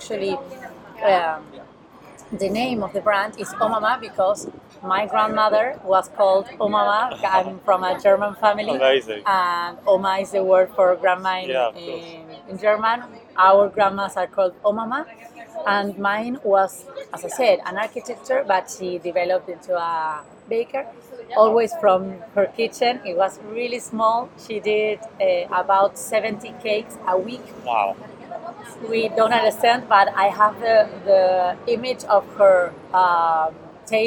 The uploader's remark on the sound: Omama's Pasteleria, Barcelona. Apologies in advance for the background noise and the wind - my microphone is still on the way and we were talking outside on a busy Saturday morning!